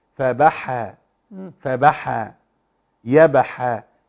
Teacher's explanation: الحاء لابد من جريان النفس في مخرجها